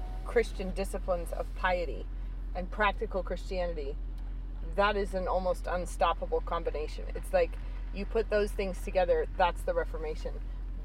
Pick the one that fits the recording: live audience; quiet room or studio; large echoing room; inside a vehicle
inside a vehicle